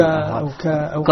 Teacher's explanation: أو تتحول القاف إلى قاف بين الكاف والقاف